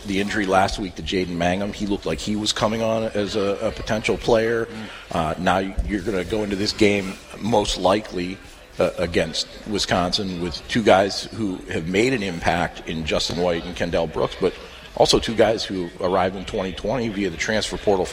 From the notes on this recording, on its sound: broadcasting from just outside Spartan Stadium.